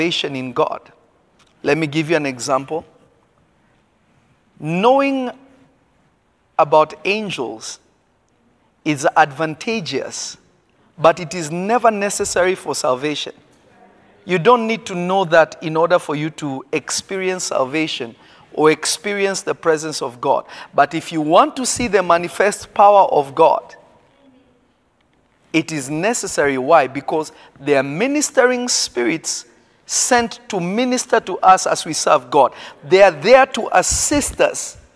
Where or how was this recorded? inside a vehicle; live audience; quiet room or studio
live audience